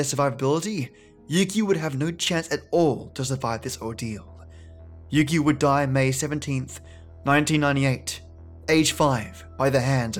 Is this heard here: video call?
no